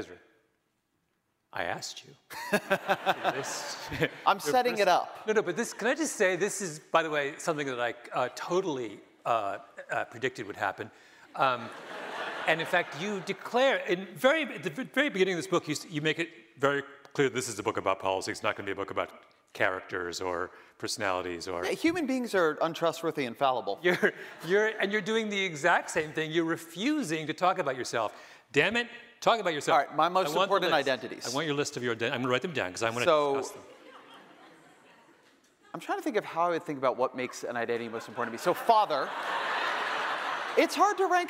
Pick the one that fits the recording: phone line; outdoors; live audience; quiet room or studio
live audience